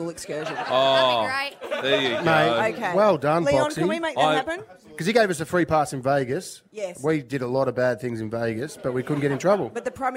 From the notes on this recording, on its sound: Brekky In The Burbs LIVE from Mornington. We're at The Bay Hotel Mornington.